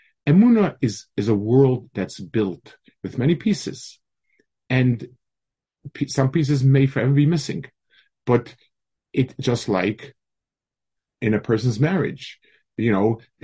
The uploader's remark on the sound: Delivered over Zoom to a Mechanchim Group.